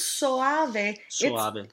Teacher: It's not a glide. They're actually two different syllables.